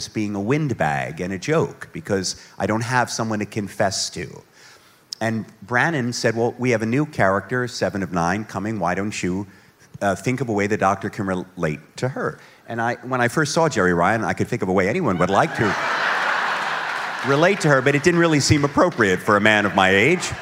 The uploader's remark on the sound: This week we have another episode recorded from Star Trek: The Cruise.